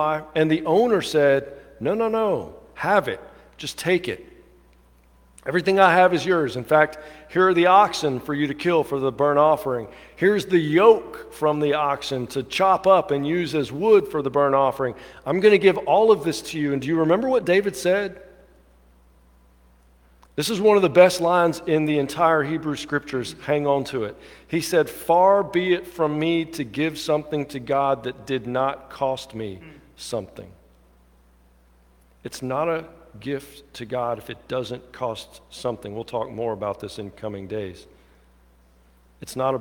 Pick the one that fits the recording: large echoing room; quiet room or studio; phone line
large echoing room